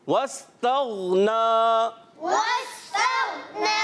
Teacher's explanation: غین کی ادائیگی کا پیارے بچوں خاص خیال رکھنا ہے کہ غین جو ہے یہ ہلے نہیں، یعنی قلقلہ ادا نہ ہو